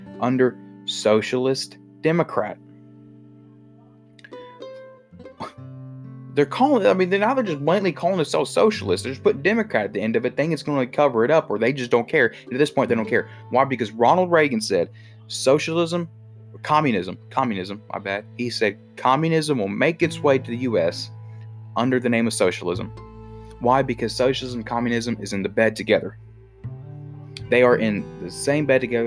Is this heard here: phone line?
no